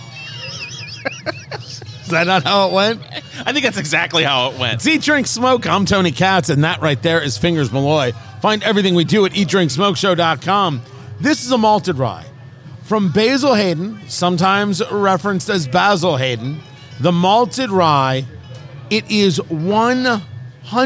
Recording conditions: busy venue